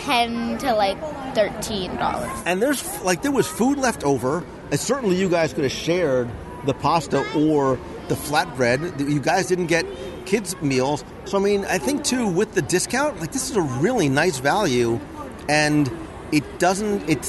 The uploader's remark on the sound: Contempo Cafe Live Dining Review. Sitting in the shadow of the monorail and magnificent Mary Blair mural at Disney’s Contemporary Resort is a true hidden gem of Walt Disney World dining experiences, the Contempo Cafe.